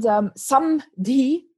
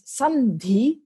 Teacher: The D comes from a root dha, which means to put, and sam just means together. And samdhi becomes sandhi because an N is easier to pronounce in front of a dha. They're both pronounced with your tongue against your teeth.